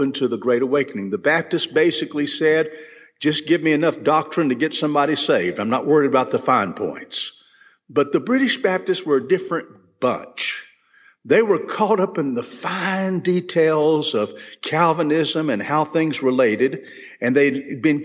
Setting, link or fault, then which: setting, large echoing room